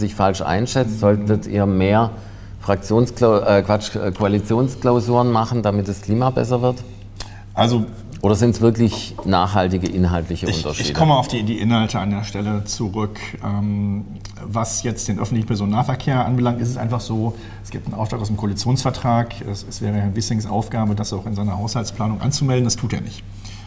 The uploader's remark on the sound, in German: Politik live aus der Ständigen Vertretung StäV Berlin